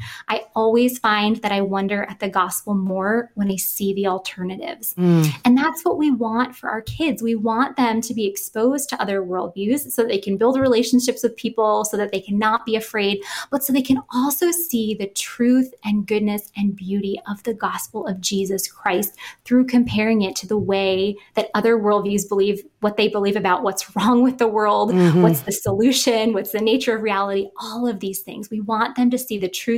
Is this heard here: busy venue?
no